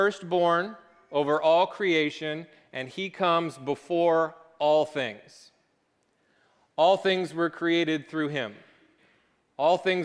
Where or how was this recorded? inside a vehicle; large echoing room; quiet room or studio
large echoing room